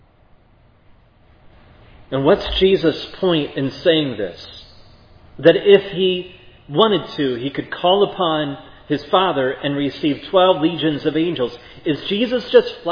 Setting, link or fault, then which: setting, large echoing room